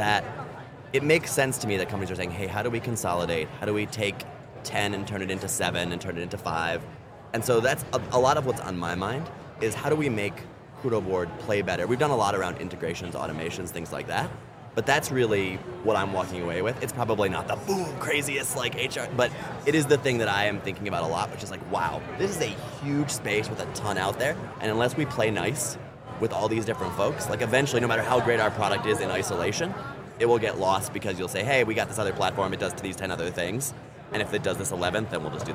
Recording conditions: busy venue